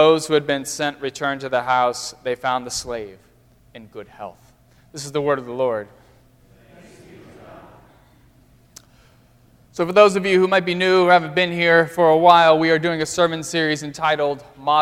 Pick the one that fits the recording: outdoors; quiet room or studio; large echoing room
large echoing room